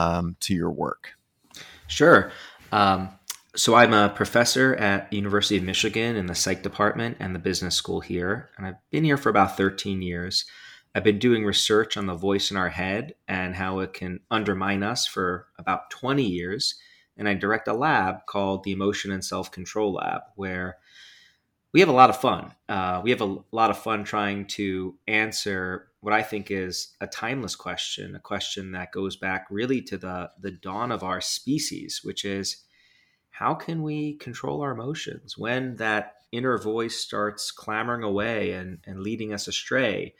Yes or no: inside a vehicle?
no